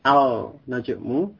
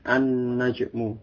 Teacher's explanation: huruf lam pada alif lam itu tidak dibaca dengan jelas, tetapi dia masuk pada huruf sesudahnya. · Shown in: second take · Jadi an-najmu, bukan al-najmu, tapi an-najmu.